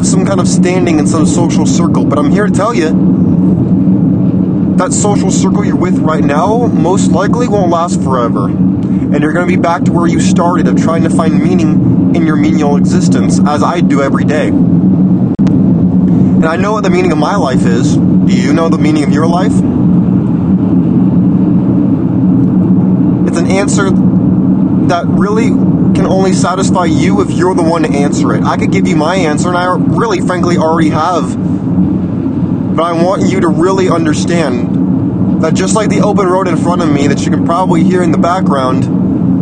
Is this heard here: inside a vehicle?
yes